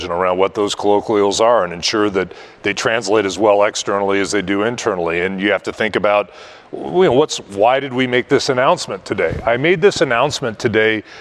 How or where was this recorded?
busy venue